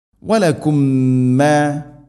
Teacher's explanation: ഇവിടെ മീമിനെ അടുത്ത മീമിലേക്ക് കൂട്ടി ലയിപ്പിച്ച് മണിച്ചുകൊണ്ടുച്ചിരിക്കണം · Term: ادغام متماثلين